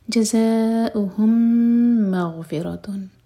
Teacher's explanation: میم اور میم کا ادغام میم کو ہول کریں گے. مغ میم لائٹ اور غین ساکن پر جھٹکا نہ ہو.